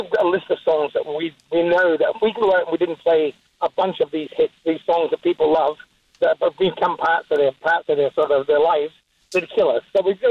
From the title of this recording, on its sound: calls us for a chat.